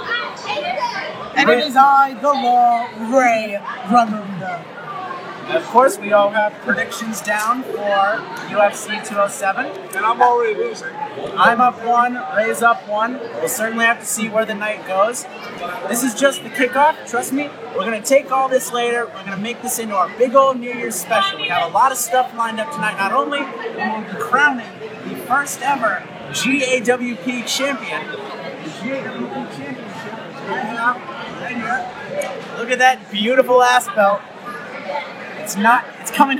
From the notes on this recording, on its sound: Live General Admission Wrestling Podcast straight from Ben's Silly Willy Lounge in Queens